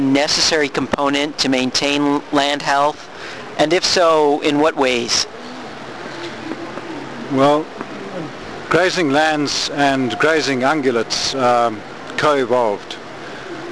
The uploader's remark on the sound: interview at the Quivira Coalition Conference in Albuquerque, New Mexico